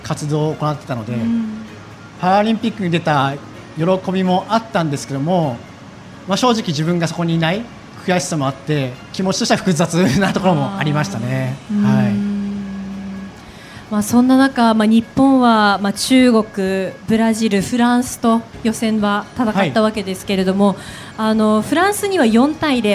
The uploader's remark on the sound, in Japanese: 8月20日に東京・駒沢オリンピック公園中央広場で行われました当番組の公開収録の模様です。